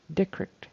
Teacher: it sounded like that str kind of turned into a kr